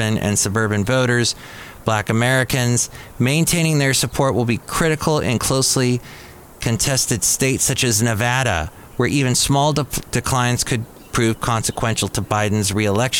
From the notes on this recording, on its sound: podcasts live from Café Anyway